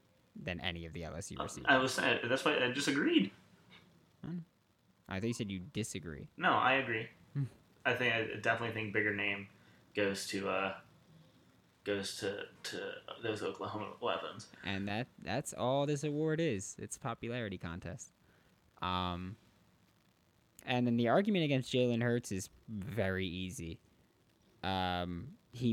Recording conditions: poor sound quality